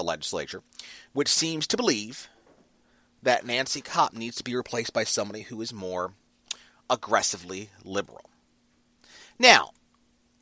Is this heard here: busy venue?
no